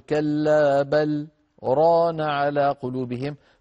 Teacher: فتنفصل اللام عن الراء بسبب السكت فلا إدغام